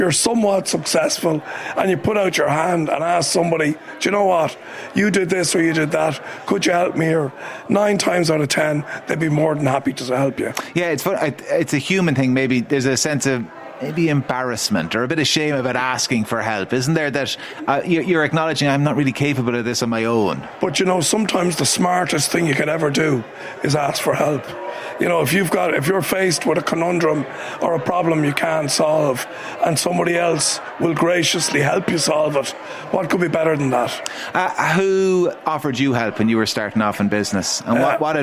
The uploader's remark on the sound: The Hard Shoulder was LIVE from the EY Entrepreneur Of The Year Awards in Powerscourt.